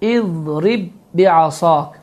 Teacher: bu qayda zamanı birinci bə oxunmur, ikinci bə isə şəddələnir · Term: idğam mifleyn